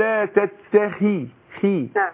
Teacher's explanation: الخاء هنا مكسورة تاخد أدنى درجات تفخيم